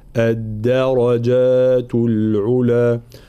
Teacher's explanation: الانتباه هنا الراء مفخمة، بقية الحروف مرققة، فلا نقول الدر الدر ض، لا الد الدرجات العلا.